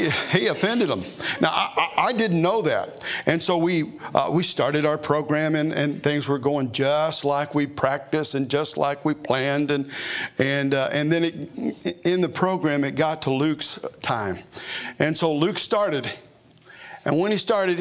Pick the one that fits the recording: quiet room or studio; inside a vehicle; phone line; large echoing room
large echoing room